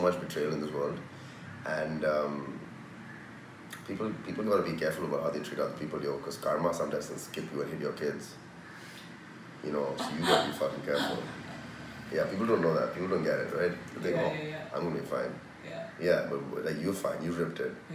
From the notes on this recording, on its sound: This episode was filmed in Mumbai, apologies for the Indian surround sound throughout which kind of adds to the atmosphere.